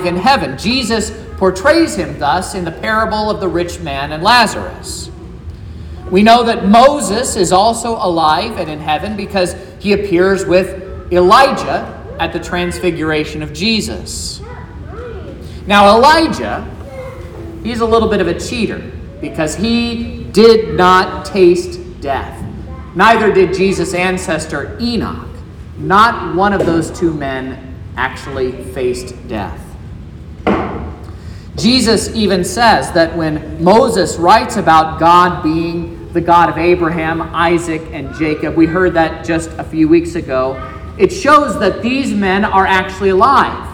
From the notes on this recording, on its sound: This is the sermon preached at Trinity Lutheran Church in Vallonia, Indiana, on Good Friday, April 7th, 2023.